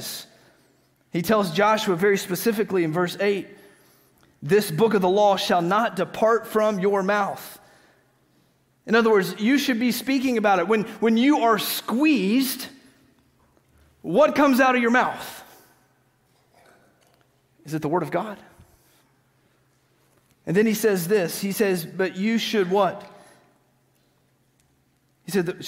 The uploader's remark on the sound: Green Hill Church Live - Second Service